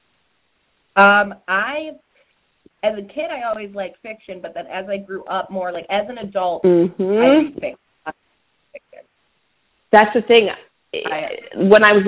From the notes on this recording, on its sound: so we recorded over the phone!